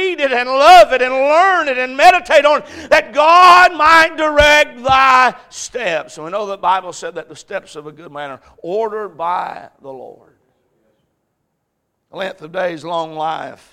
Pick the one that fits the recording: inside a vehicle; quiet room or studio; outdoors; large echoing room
large echoing room